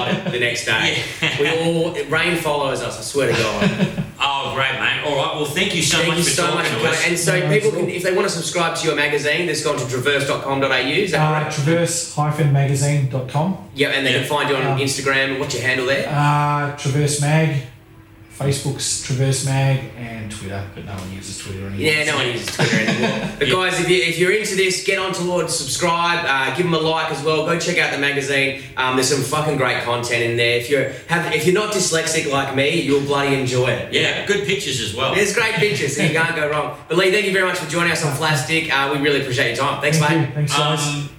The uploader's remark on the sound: Apologies we had a few issues with the rode caster on this ep and had to use the audio from a camera.